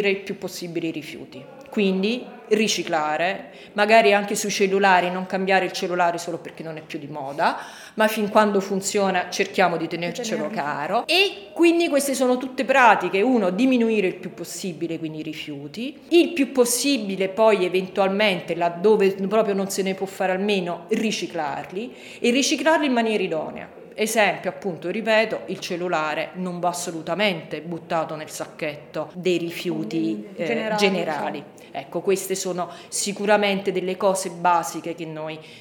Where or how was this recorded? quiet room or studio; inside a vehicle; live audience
live audience